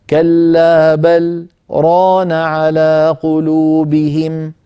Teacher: سكتة خفيفة أقصر من زمن التنفس